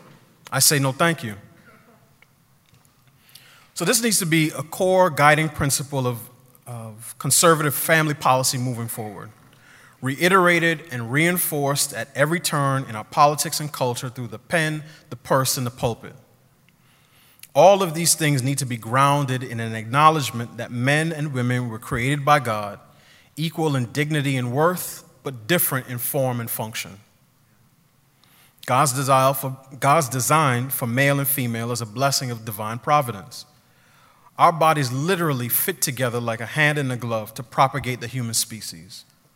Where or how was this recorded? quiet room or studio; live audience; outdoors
live audience